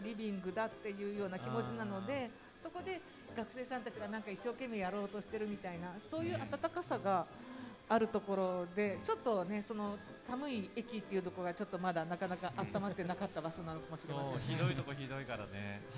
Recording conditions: live audience